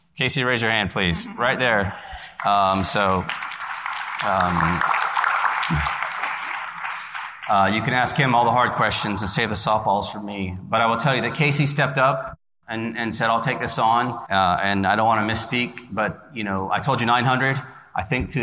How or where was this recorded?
live audience